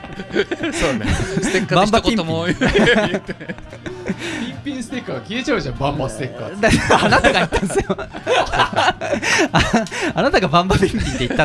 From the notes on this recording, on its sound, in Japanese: 初の公開収録の模様をお楽しみ下さい。